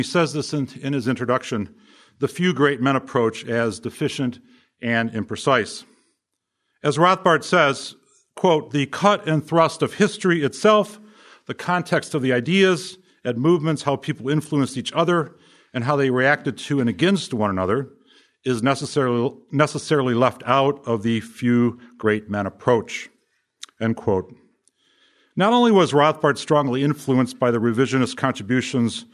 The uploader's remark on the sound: From the session on "History of Economic Thought," presented at the Austrian Economics Research Conference. At the Ludwig von Mises Institute in Auburn, Alabama.